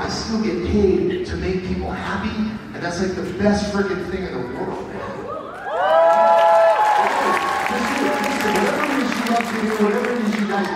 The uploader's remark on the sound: Panel at FanX in Salt Lake City. Q&A session. Interacting with fans.